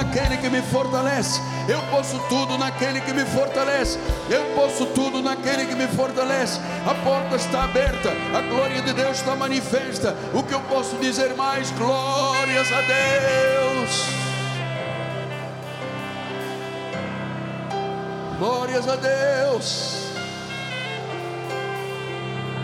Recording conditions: large echoing room